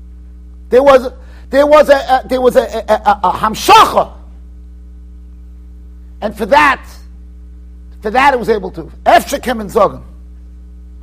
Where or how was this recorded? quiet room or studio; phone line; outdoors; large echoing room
large echoing room